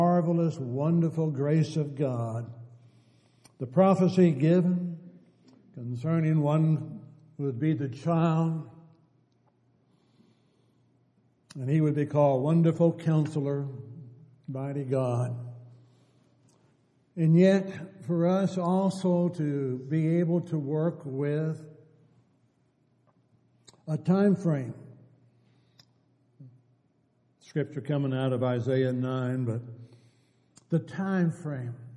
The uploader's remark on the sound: Downtown Church Of Christ Audio Sermon